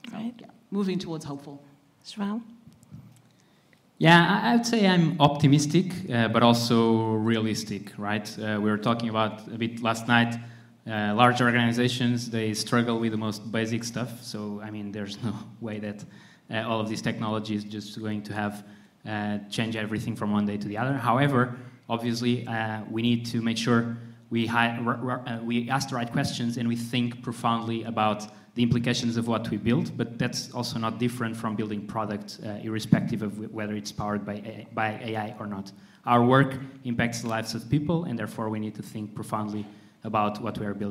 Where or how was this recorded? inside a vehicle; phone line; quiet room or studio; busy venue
busy venue